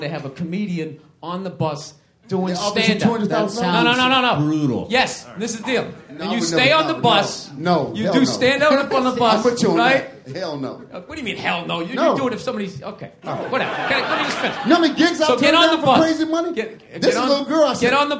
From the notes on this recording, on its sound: Recorded March 16th at Esther's Follies in Austin, Texas for South By South West Interactive 2015.